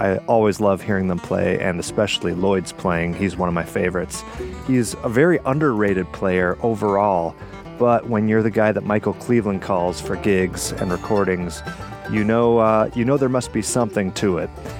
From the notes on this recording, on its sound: Recorded at Otus Supply Company in Ferndale, MI